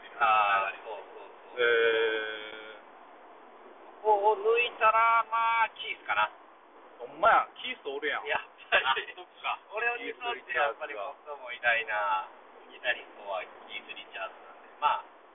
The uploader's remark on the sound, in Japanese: 車中トークのため音質悪